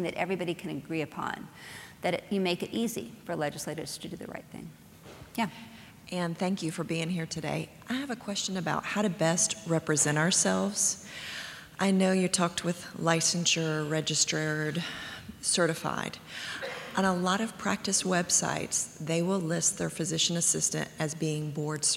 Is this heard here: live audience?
yes